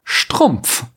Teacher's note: Erst jetzt können wir uns kurz mit dem vokalischen Kern U entspannen und dann beginnt der Stress von neuem mit einem Nasal mit geschlossenen Lippen, einem Sprenglaut der Lippen, und einem Reibelaut zwischen Zähnen und Lippen